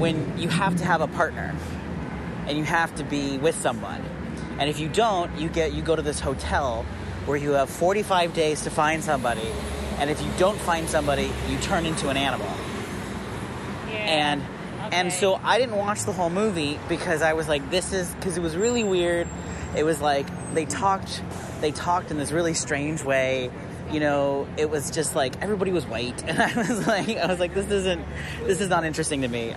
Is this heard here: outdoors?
yes